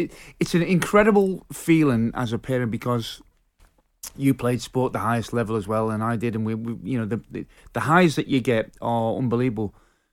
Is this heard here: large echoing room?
no